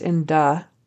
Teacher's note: he does a kind of a da again with a D instead of the T-H. So he's using a D for the voice T-H in the.